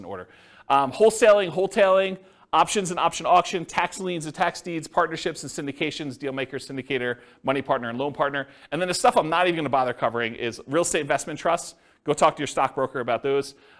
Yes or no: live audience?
yes